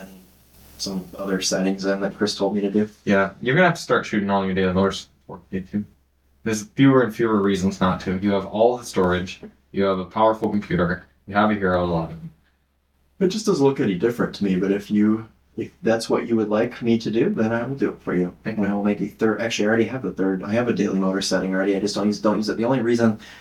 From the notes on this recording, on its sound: The normal podcast mics decided not to record this episode. Thankfully the backup audio came through.